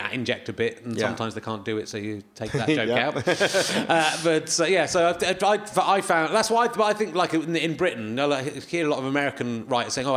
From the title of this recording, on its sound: Leicester Square Theatre Podcast